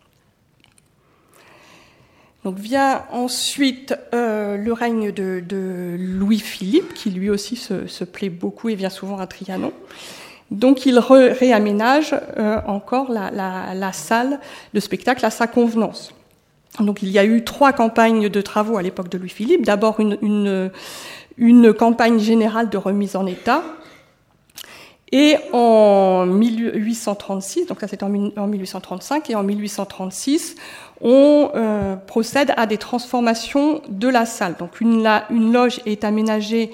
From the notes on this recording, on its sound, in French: Intervention enregistrée le 23 octobre 2014 dans le cadre du colloque « Conserver et restaurer les théâtres historiques (XVIIIe – XIXe siècles) : pour qui, pour quoi ?